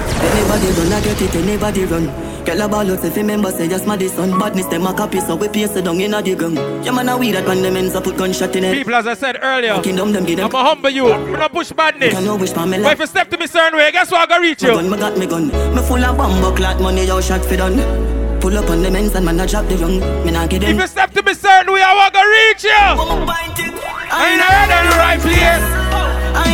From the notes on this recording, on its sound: LIVE AUDIO. Live at Island Saturdays on Dec 2nd.